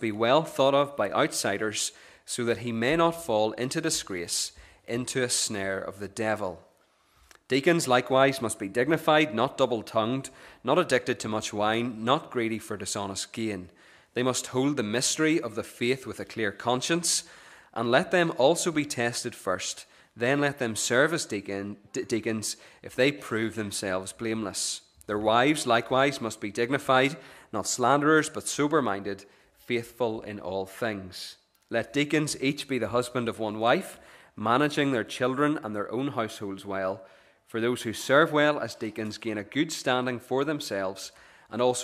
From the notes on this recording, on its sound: The recording of the Bible reading and sermon from our morning service on Sunday 10th September 2023.